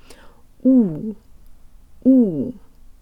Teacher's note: The jaw is slightly forward, the lips are out way further than in English, and the tongue is very low in the mouth, making the same sort of cup shape we used before. · Term: a real Russian U